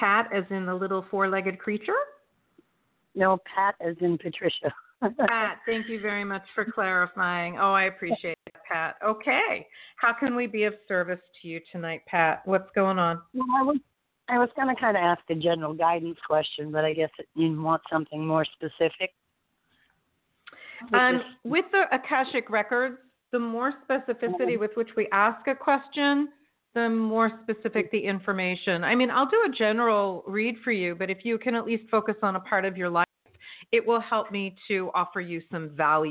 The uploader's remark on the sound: in response to callers' questions